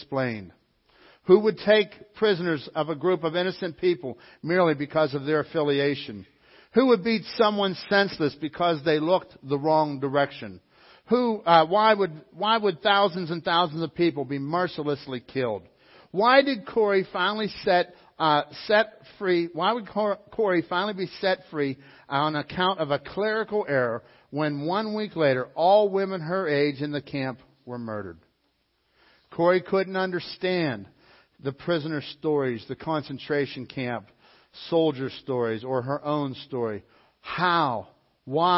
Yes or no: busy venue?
no